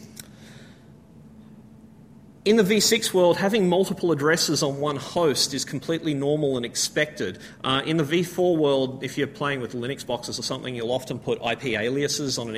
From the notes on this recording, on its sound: A full presentation recorded at the AusCERT conference.